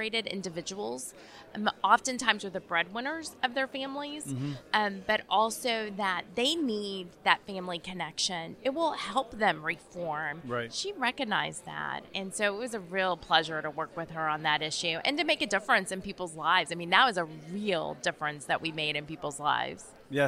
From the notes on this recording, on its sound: While attending the 2022 Broadband Communities Summit in Houston earlier this month.